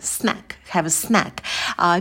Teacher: в слове snack у нас будет звук лягушка «э», челюсть сильно опускаем вниз и быстро ставим на место.